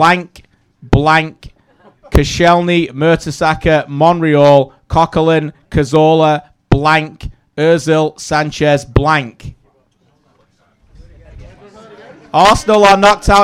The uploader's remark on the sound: Brings his annual Quiz to the big stage and the Soccer Talk audience plays along.